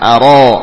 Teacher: Tebalkan huruf ra, demikian pula alif setelahnya